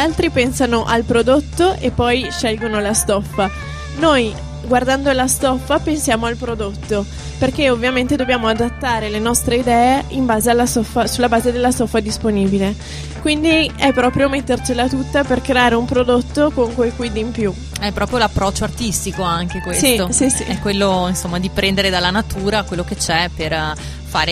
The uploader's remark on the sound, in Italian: In questa puntata speciale in esterna, in diretta da piazza Fiera in occasione del Festival dell'Economia